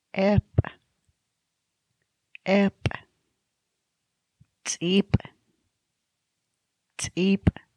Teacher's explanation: You have to learn how to build up some air pressure below your glottis or your throat and expel the air forcibly immediately following the release of the stop. The Salish sound represented by the glottalized P is a glottalized counterpart of the simple P.